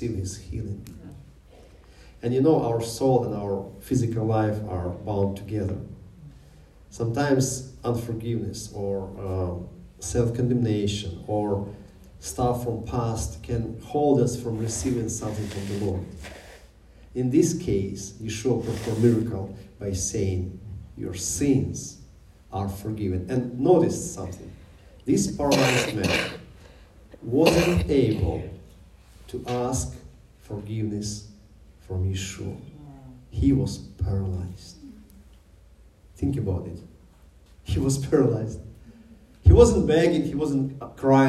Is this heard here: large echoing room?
yes